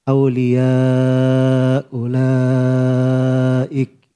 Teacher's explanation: Kalau kalau dia takhfif dengan cara dibuang hamzanya maka dibaca awliya ulaik.